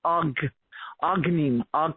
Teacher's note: the g collapses the entire mouth and the entire back of the throat into a completely closed condition, og, agnim, og, it closes it.